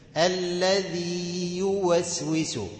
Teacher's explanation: مد الياء الأولى كويس عشان ما تختفيش · الياء الثانية غير مادية، تطلع من وسط اللسان · Term: مد تمكين